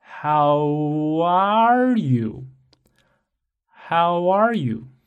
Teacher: 因为 U 和 A 都是元音，所以这种连读就叫做元音和元音的连读